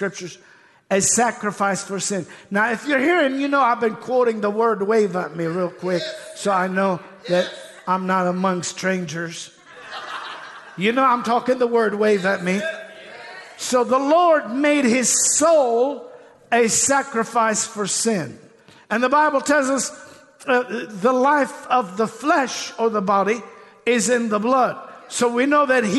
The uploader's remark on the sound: This message was recorded live at the Apostolic Global Church in Pensacola, Florida.